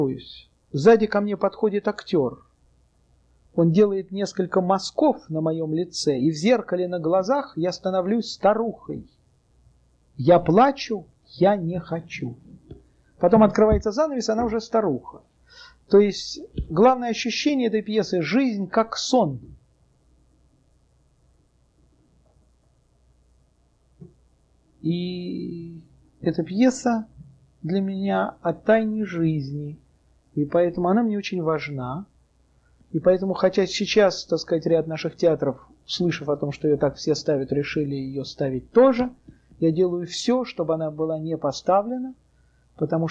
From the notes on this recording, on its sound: delivered at the University of Kansas on April 3, 1987